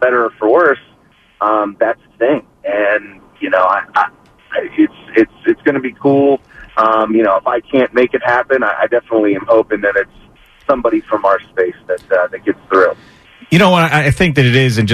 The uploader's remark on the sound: called in while traveling in Virginia